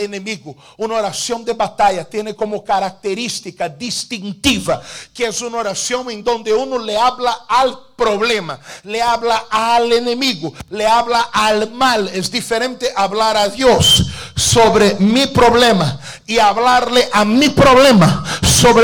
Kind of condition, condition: setting, large echoing room